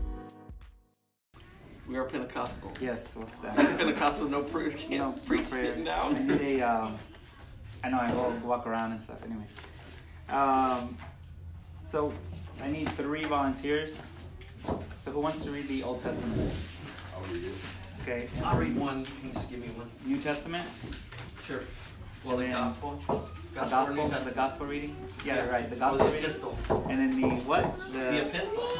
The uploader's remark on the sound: A sermon preached on the 6th Sunday after Pentecost at Parish Long Beach.